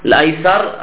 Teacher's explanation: الراء مكسورة والسين مفتوحة، فتستطيع أن تميل فتحة السين إلى كسرة · Term: الإمالة